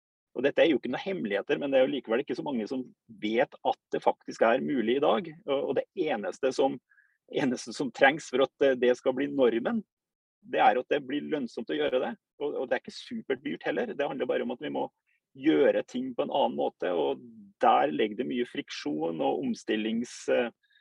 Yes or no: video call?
yes